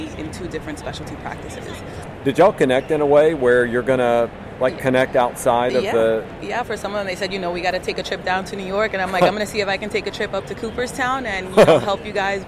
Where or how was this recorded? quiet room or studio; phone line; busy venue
busy venue